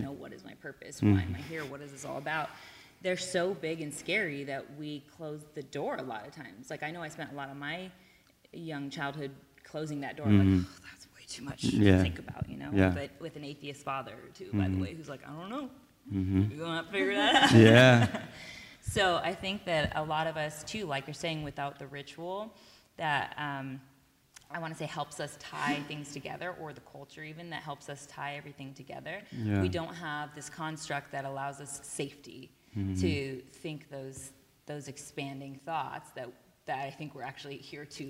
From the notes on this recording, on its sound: During our LIVE event in Austin, TX.